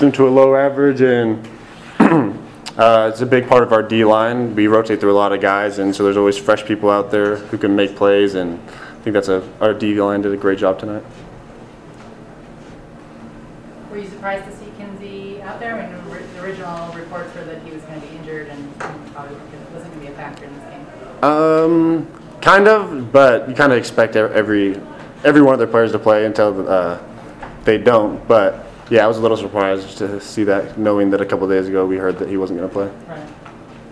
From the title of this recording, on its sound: Post-Game Press Conference